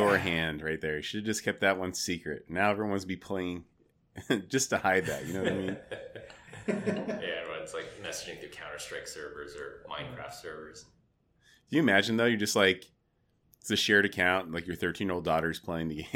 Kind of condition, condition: fault, echo